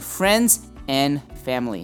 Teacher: 那个 friends 的 s 它是发一个 z 的音，然后那个 and 是念 n，而是念一个 n，所以随便念 friends and family，所以我们听不到 and， not friends and family，是念 friends and family。 · Term: 连音